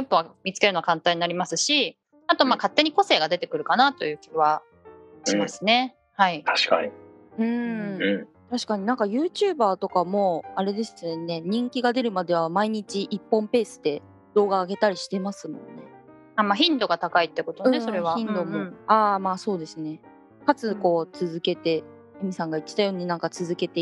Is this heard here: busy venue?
no